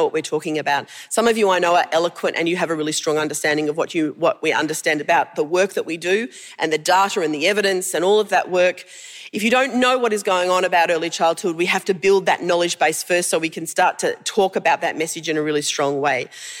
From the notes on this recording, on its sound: A series of conference presentations from the Victorian Government's Realising the Potential Conference. The audio for this session has been generously provided by the Victorian Department of Education and Training.